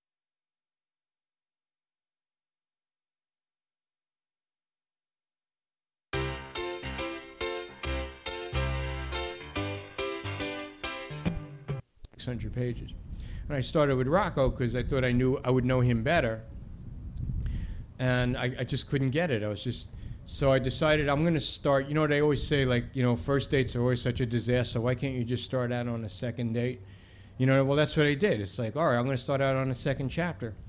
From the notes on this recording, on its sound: In this event from the series "Sounds at Sunset," held in Hudson River Park.